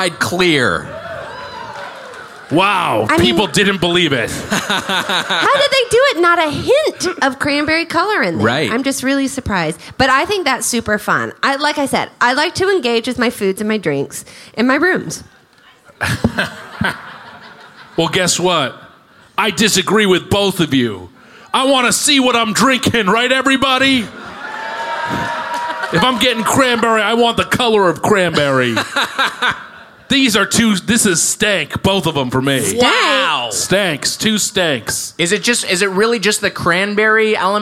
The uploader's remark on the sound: Recorded live at the House of Blues in San Diego.